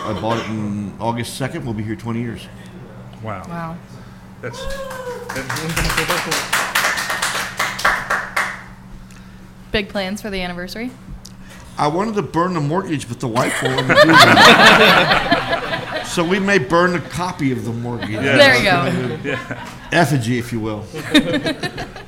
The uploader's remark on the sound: Live at Listermann Brewing Company! This episode of Cincy Brewcast should be done live from their hallowed taproom on Dana Avenue.